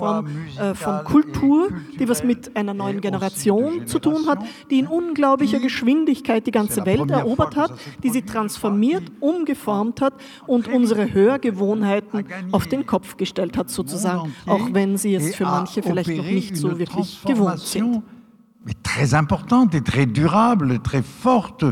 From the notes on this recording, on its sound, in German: Passagen Gespräch im Semperdepot. Im Wiener Semperdepot. Zu hören ist ein behutsam gekürzter Mitschnitt des Abends.